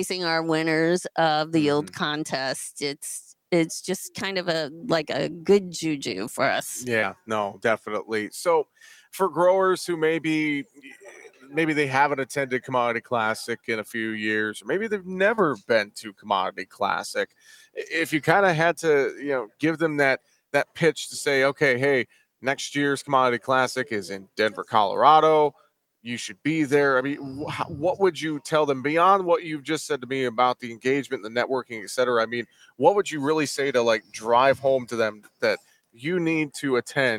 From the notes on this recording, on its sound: we broadcasted live from the National Corn Growers Association booth at Commodity Classic in Houston, TX!